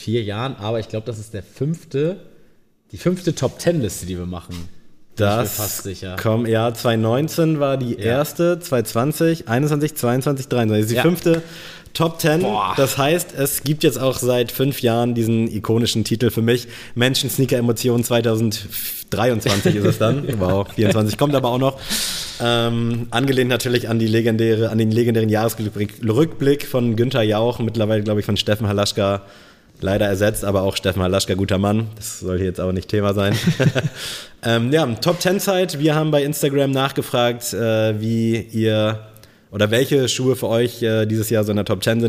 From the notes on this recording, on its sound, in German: Danke an Allike, dass wir in eurem Store die Aufnahme realisieren konnten.